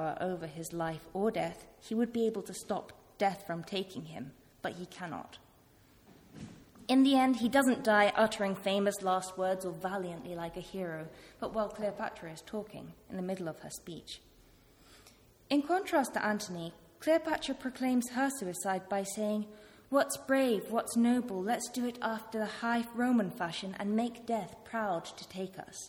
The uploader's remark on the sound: This talk was part of a one-day conference 'Shakespearean Thresholds' organised by KiSSiT (Kingston Shakespeare Seminar in Theory) held at the Rose Theatre, Kingston.